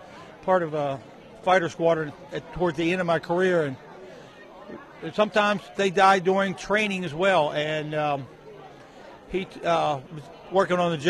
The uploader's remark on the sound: broadcasting live from War Memorial Park in Martinsburg for the annual Free Memorial Day Pancake Breakfast hosted by the Rotary of Martinsburg!